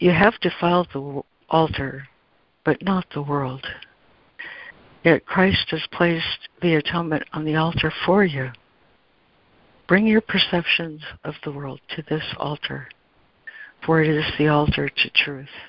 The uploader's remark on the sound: ACIM Daily Conference Call